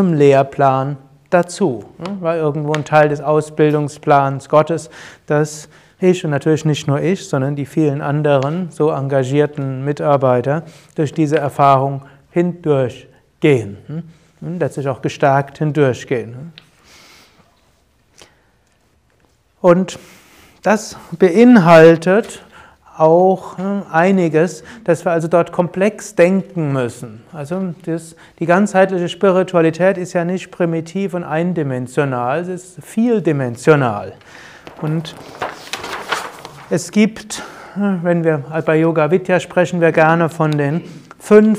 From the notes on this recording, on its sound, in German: Mitschnitt eines Yoga Seminars. Bei Yoga Vidya Bad Meinberg.